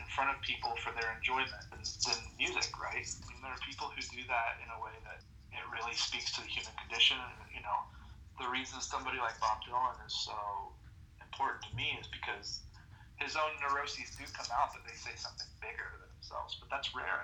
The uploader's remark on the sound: As Seattle isn't around the corner to London we had a phone call interview.